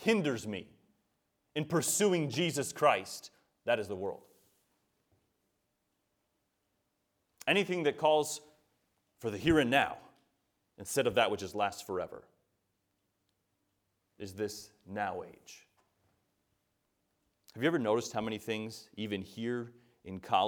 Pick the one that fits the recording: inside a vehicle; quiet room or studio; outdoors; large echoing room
large echoing room